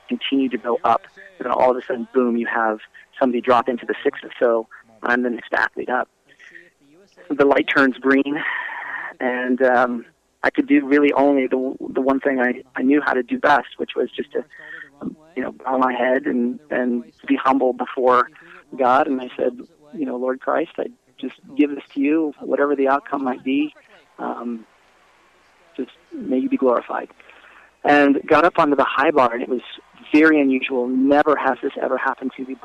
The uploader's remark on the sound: We were lucky enough to speak with him via phone in his hometown of Albuquerque, New Mexico.